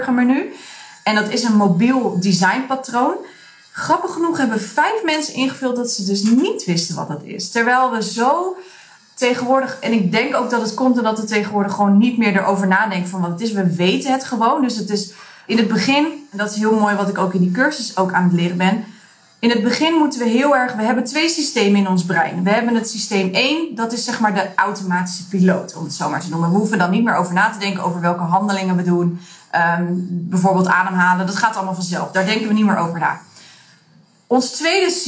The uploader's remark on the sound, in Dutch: Deze aflevering is ietsjes anders in kwaliteit als je van mij bent gewend omdat ik mijn onderzoeksresultaten in een Instagram Live heb gedaan.